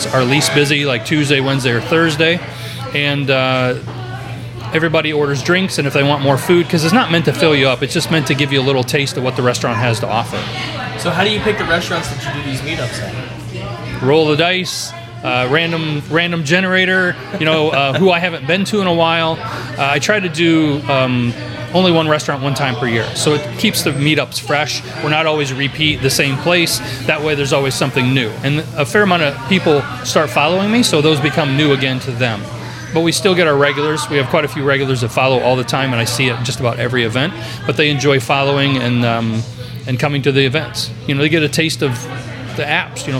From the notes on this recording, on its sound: Pop-Up Podcast. We shot this live, on location at Cafe 66!